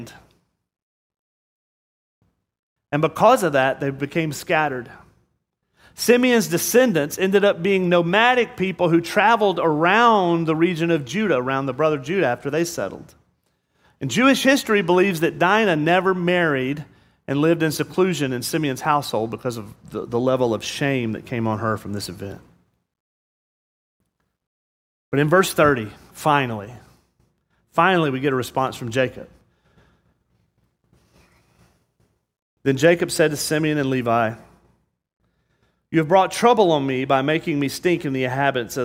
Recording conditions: large echoing room